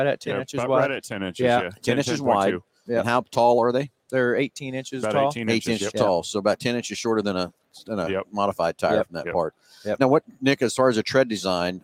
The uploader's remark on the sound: Live from PRI Trade Show in Indianapolis, IN.